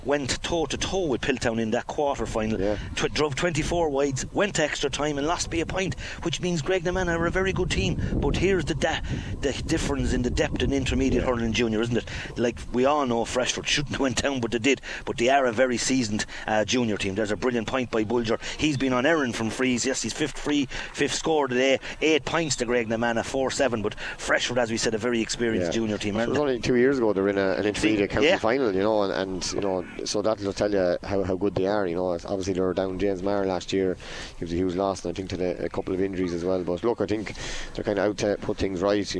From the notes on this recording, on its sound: Live from Bennettsbridge with thanks to The Duiske Inn Bar and Restaurant, Graiguenamanagh.